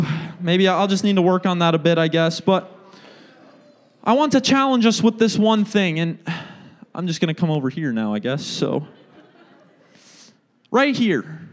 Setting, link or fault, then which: setting, large echoing room